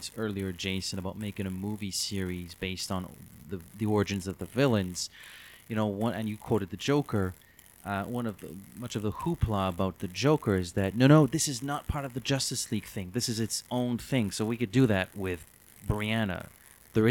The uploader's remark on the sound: While the overall audio quality of this episode is fine, listeners will certainly detect a distinct static noise in the background. We had some technical difficulties that were only fixed in the second hour of our discussion.